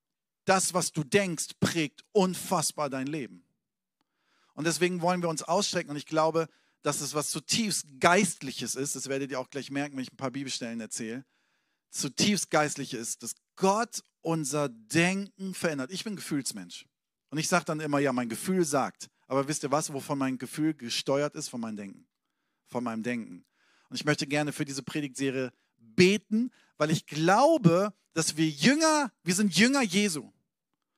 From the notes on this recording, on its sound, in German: Sonntagspredigt aus dem Standort Bochum.